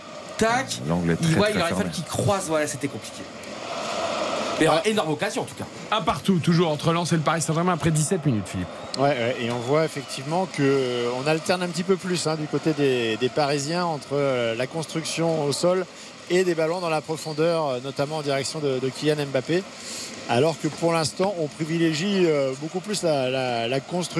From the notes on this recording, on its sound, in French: en direct du stade Bollaert, dans une ambiance incroyable à guichets fermés